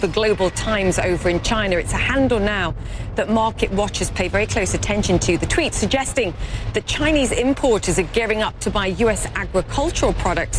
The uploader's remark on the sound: live from the New York Stock Exchange